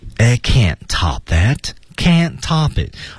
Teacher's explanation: 两个 can't 全是失去爆破